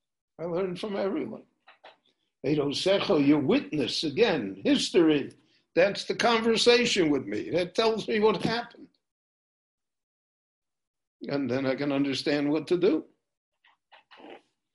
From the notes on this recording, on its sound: Recorded LIVE via Zoom in Jerusalem on August 2, 2020.